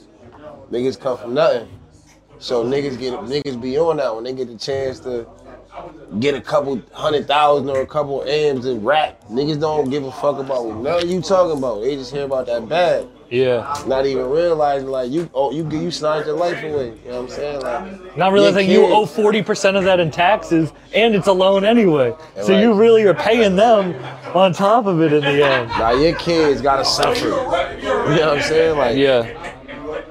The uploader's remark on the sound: This episode was filmed at the legendary Paeadise Rock Club in Boston